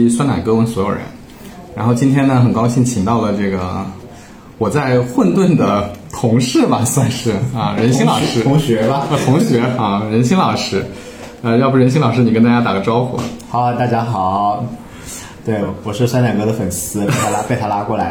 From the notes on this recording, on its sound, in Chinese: 我们录音选了一个茶室，没想到隔壁的上海爷叔嗓门巨大，所以节目的背景音有时候颇为嘈杂